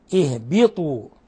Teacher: الباء تحتاج إلى إخلاص الكسر، يعني الكسرة تكون خالصة